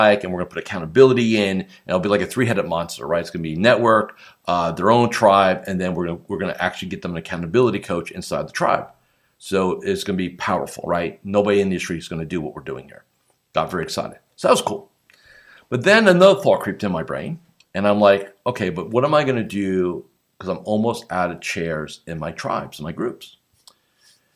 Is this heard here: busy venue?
no